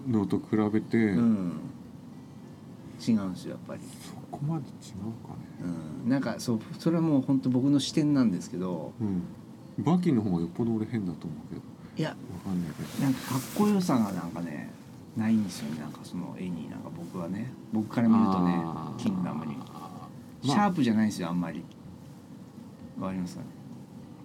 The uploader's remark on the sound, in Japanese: 収録時は金沢でキングダム展やってたんですが。今回も雑音多くてすみません。